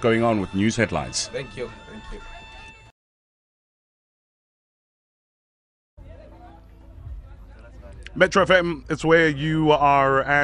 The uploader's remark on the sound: TODAY’S BACK TO SCHOOL OUTSIDE BROADCAST. Live from FOURIE PRIMARY SCHOOL.